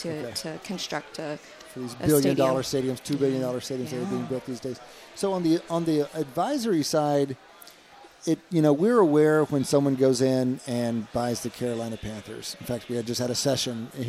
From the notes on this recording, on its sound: At the Wharton Sports Business Summit 2018.